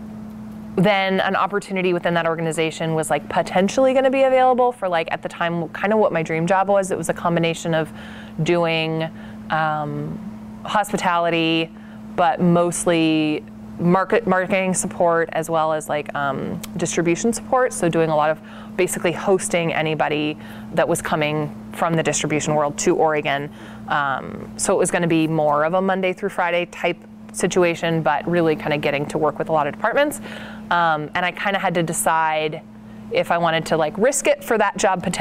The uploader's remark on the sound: outside Nicholson Library in McMinnville